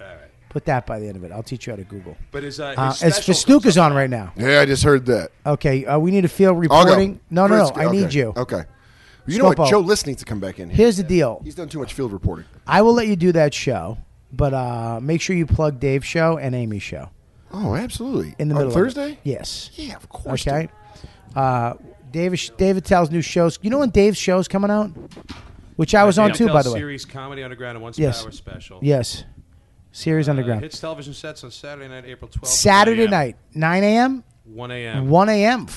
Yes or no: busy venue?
yes